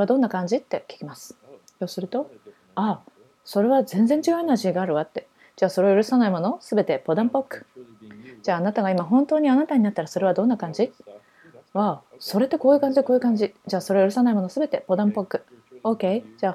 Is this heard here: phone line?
no